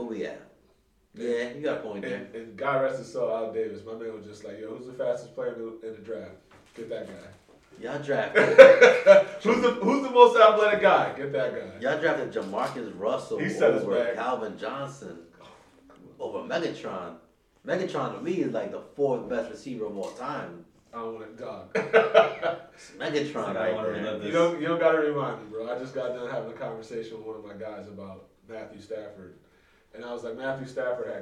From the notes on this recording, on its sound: Please excuse the audio on this first episode.